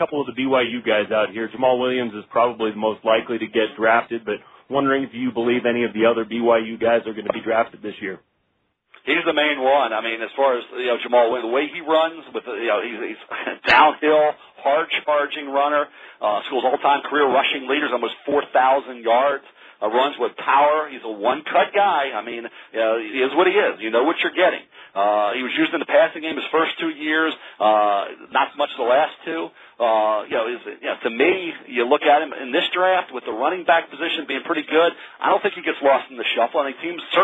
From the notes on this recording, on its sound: NFL Draft Conference Call